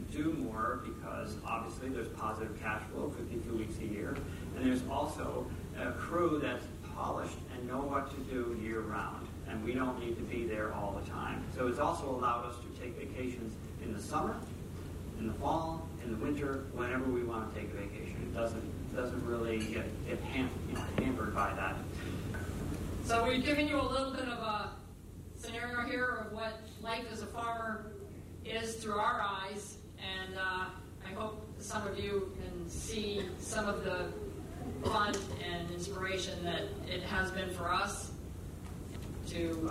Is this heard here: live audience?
yes